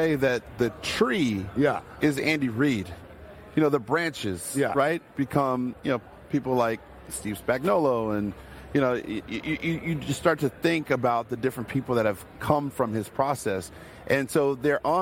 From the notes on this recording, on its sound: live from Radio Row in Las Vegas